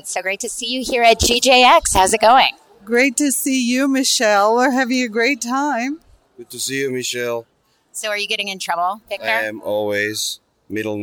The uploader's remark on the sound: We stopped a handful of designers and industry tastemakers in the aisles of "the tents," in the back lot of the Tucson Convention Center, in the lobby of Pueblo and, in one case, underneath a highway overpass. While the sound-quality on some of these rapid-fire interviews admittedly isn't studio-quality, we're delighted to share the joy, excitement, laughter and passion that was conveyed during these "man on the street" encounters.